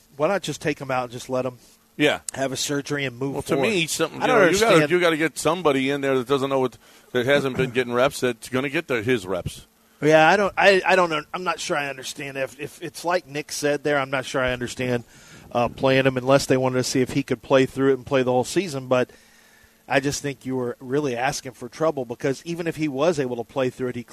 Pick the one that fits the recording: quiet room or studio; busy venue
busy venue